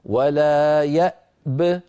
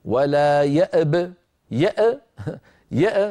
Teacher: فإن وقفنا نسكن الباء ونقول ولا يأب، أعيد ولا يأب، فنسكن الهمزة ونسكن الباء مع قلقلتها · Shown in: first take · هكذا ولا يأب، ولنحذر من قلقلة الهمزة التي قبل الباء، يعني ما يقول الواحد ولا يأب يأ يأ، هذه قلقلة والهمزة لا تقلقل، حروف القلقلة كما درسناها قلقلة قطب جد كما مر معنا في الأبيات.